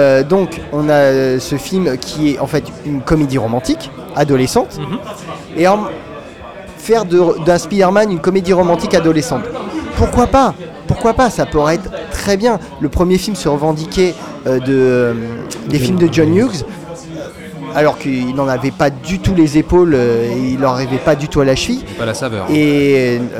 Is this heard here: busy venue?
yes